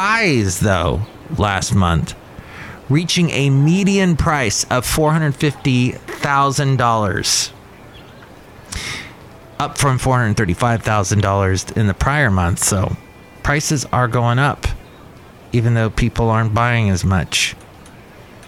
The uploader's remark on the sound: podcasts live from Cafe Anyway